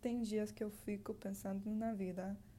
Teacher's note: the D is followed by an I, so it's going to turn into that J sound.